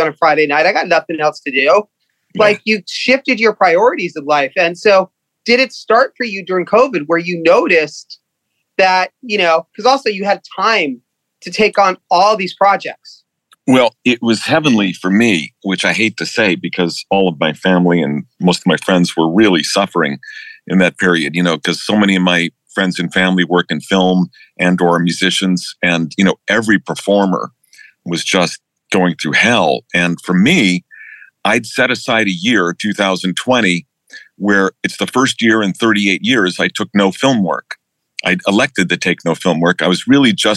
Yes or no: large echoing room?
no